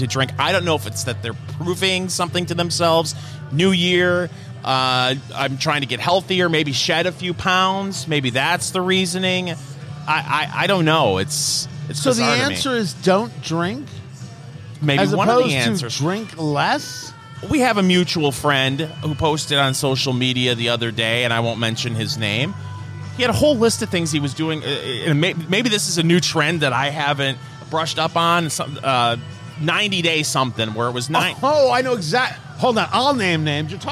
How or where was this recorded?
busy venue